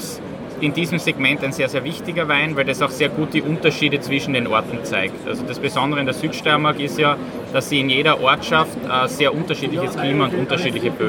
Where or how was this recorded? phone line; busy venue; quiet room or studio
busy venue